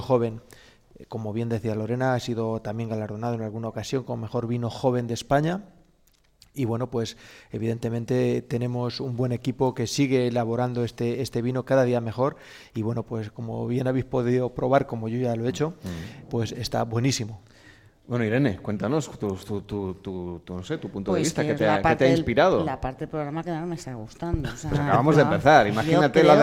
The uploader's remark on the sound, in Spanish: En directo desde El Provencio, en la provincia de Cuenca, el equipo de Gente viajera se suma a la Fiesta de la Vendimia.